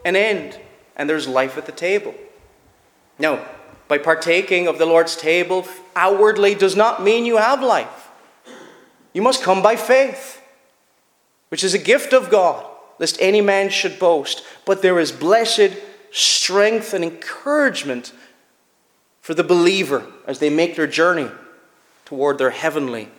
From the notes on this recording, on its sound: Preached at Shettleston Free Church -Continuing- during their communion season.